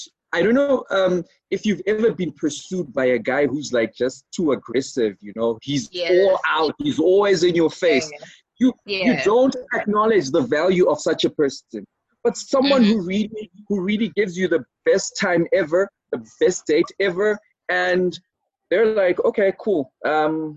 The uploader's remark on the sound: The first of a series of special quarantine editions done over Zoom.